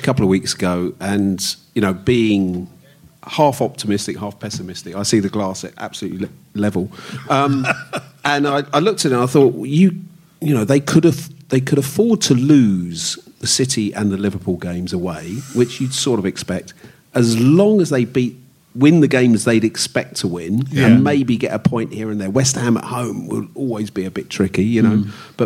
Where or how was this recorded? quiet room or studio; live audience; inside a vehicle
live audience